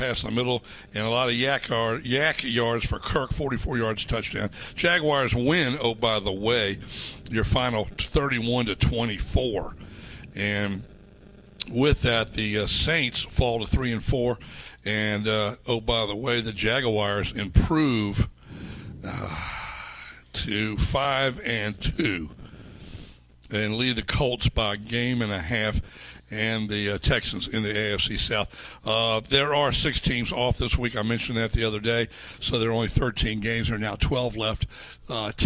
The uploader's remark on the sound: live at the Country Club of Virginia for the Dominion Energy Charity Classic